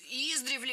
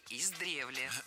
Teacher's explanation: В этом слове ударение ставим на второй слог. · Shown in: second take